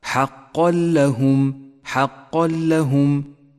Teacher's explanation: المثال التالي على حكم الإدغام بلا غنة عند قوله تعالى أولئك هم المؤمنون حقا لهم درجات جاء التنوين وبعده حرف اللام، واللام حرف إدغام بلا غنة، نسقط التنوين من اللفظ ولذلك لون بالرمادي ونشدد حرف اللام الذي بعده من غير غنة، أي هكذا: حقا لهم، حقا لهم.